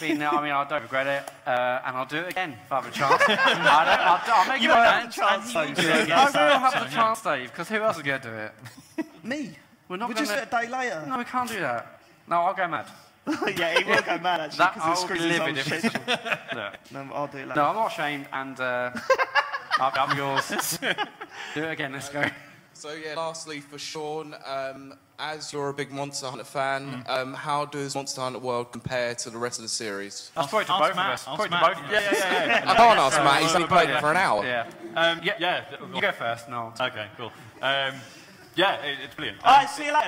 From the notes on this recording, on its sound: The Computer Game Show Live. Unfortunately due to unforeseen technical difficulties during recording, the sound on this is awful. This show was recorded live at EGX Rezzed 2018.